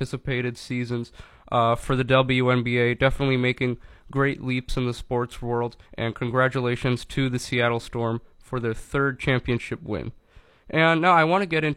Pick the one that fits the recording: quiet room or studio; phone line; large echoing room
quiet room or studio